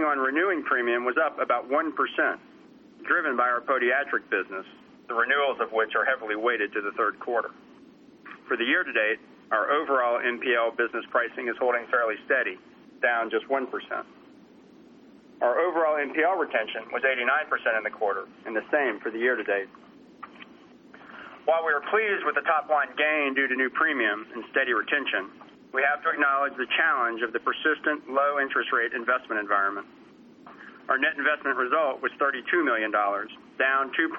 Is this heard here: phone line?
yes